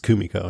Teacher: I think it's Kumiko, yeah, with the emphasis on the first syllable.